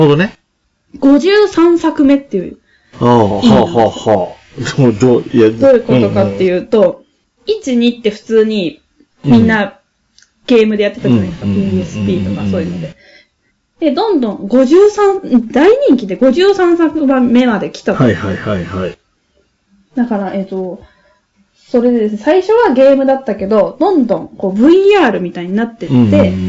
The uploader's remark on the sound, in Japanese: 今回も音質悪いかも。ごめんなさい。